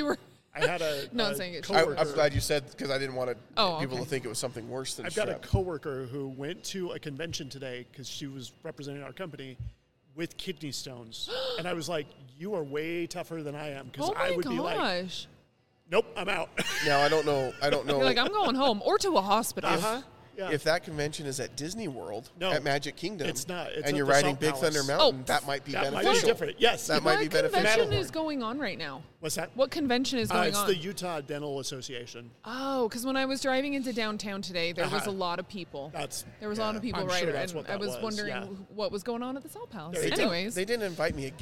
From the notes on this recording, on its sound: Record live from the Megaplex Theaters at Jordan Commons during the premiere of Dungeons and Dragons!